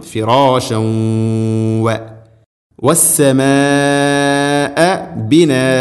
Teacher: തൻവീനിനെ വ എന്ന അക്ഷരത്തിലേക്ക് ഇദ്ഗാം ചെയ്തുകൊണ്ട് അഥവാ കൂട്ടിലയിപ്പിച്ച് മണിച്ചുകൊണ്ട് ഉച്ചരിക്കണം. ഫിറാശ വ വസ്സമാ ബിനാ. · Term: ഇദ്ഗാം ബിഗുന്ന